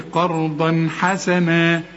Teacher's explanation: إذا لقيت تنوين زي ده قرضا وبعده ح ما تغنش · Term: حروف الإظهار